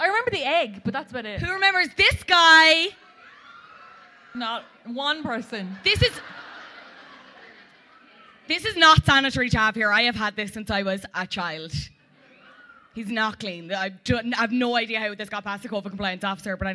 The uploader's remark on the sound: Live at Liberty Hall